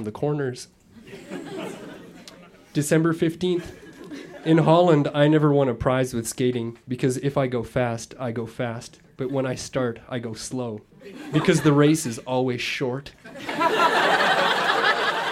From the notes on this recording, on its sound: Recorded live at the Bytown Tavern in Ottawa, Ontario.